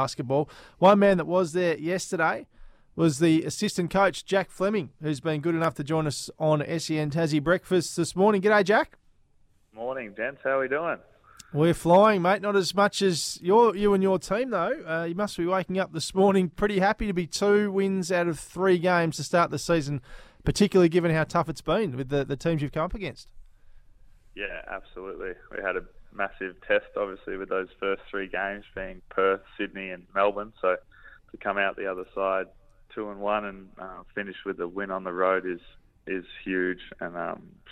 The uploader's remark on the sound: on the line